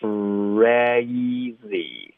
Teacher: 张开。所以是从一个非常紧的一个状态到一个非常放松开放的一个状态。然后这个就是很多的学生的一个痛点，因为就是以这个变化可能太大了，可能感觉太夸张了，这个动作越夸张越好。OK，开头很紧，接下来就直接放松了。从这个 R 呢，我们咬到一个 E，driving，后面的 ving 也注意下唇贴上齿发 v，别发成 driving，它不是一个 v 的音，它是 ving。She's driving me crazy.接下来我们又来了一个爆破音带 R 的音是 crazy.OK，这个呢我们发 R 的时候要卷舌要嘟嘴，对不对？ R 这个 R 的音前面要爆一个 K 的音进去，这个音 R，所以我建议大家先嘟嘴，先卷舌，摆好这个姿势，然后再从舌根爆一个科的音进去，看一下视频。科，我们不会先发科，然后再动嘴唇、动舌头。crazy 就不太对。科，我们要科，OK，爆进去这个音，然后再一样要放松张嘴。crazy。这个 a，大家看一下我的下颚的动作，OK，你跟我说夸不夸张？crazy，这个 a 的音呢，我上下指之间 crazy，至少一个手指的宽度，也可以更大，可是不能更小了。很多的学生就